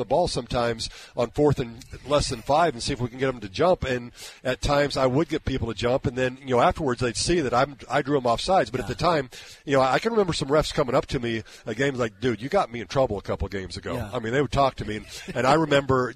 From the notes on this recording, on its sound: live from Hollywood Casino